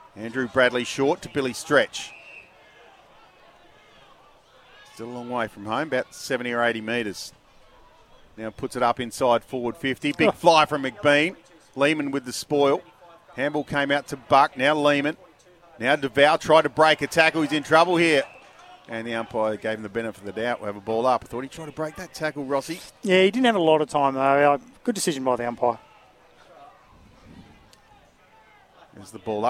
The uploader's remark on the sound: The Eagles take on the Tigers at Maughan Thiem KIA Oval in front of a big crowd and it's an absolute thriller!